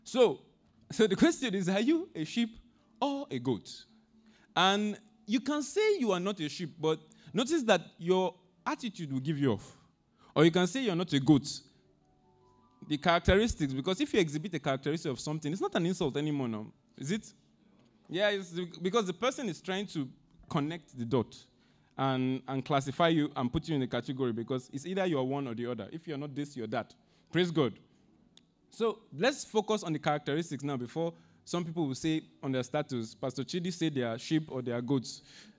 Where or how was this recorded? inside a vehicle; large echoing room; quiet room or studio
large echoing room